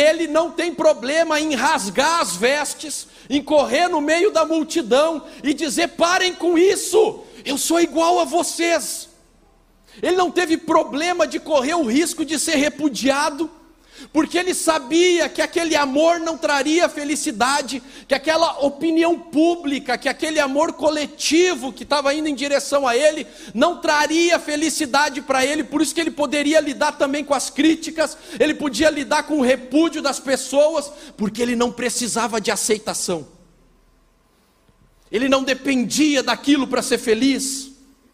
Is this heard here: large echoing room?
yes